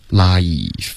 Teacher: Life 是一个双元音，别发 laugh.